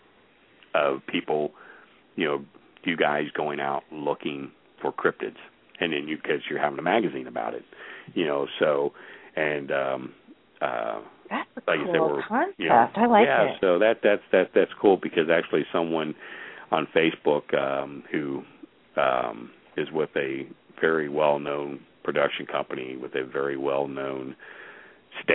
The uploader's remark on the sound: Take your questions and LIVE calls.